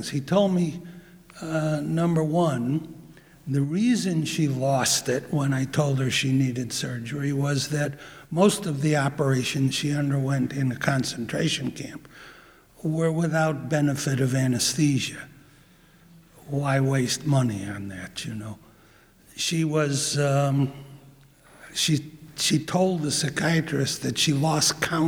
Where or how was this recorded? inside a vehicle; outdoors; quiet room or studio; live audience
live audience